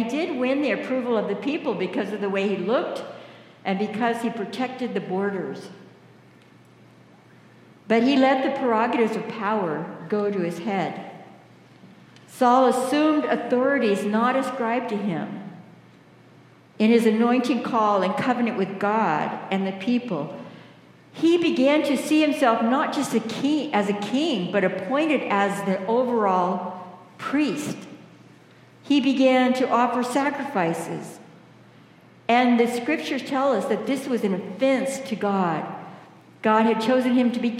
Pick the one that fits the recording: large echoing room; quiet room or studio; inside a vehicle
large echoing room